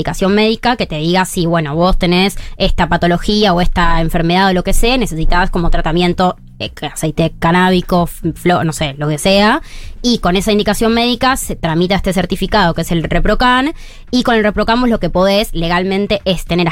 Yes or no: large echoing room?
no